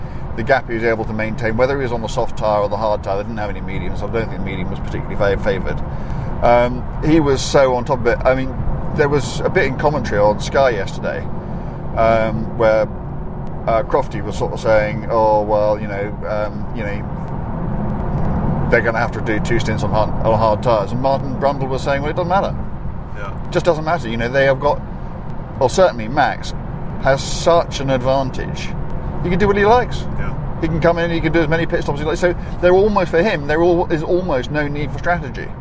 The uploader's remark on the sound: Direct from the M4 motorway in the cabin of a V8 Lexus. Recorded this week's podcast on the way to photograph two very special cars. From the very swanky cabin of a Lexus LC500.